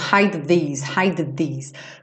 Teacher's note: porque o D é com a língua no céu da boca. E o this é com a língua aqui nos dentinhos da frente